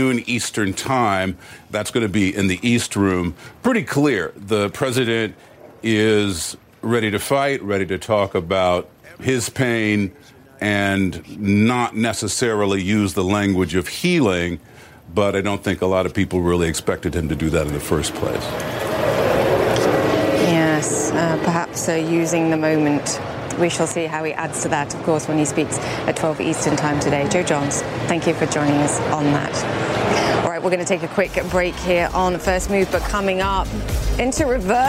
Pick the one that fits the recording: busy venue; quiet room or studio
busy venue